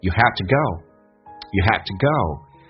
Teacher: You haveto，这边有一个弱化现象， have to 跟以前说的是完全不一样的， V 不发音，发成 F 这个发音， to 说成 t， have to 就说成 have， haveto，而且呢用降调来发，比如说 you have to go 变成 you have togo